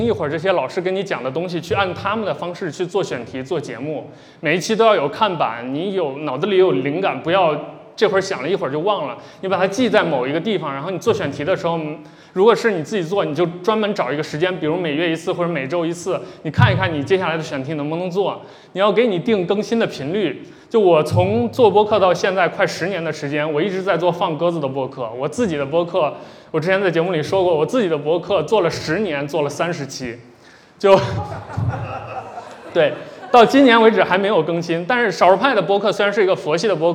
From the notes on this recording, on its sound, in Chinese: 本期节目来自「南波湾」深圳线下播客活动的录音